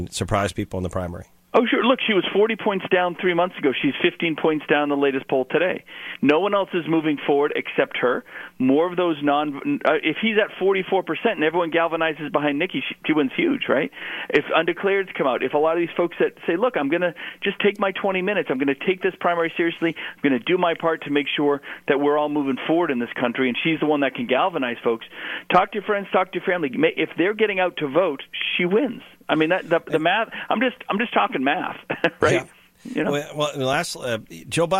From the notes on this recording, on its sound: Called into GMNH.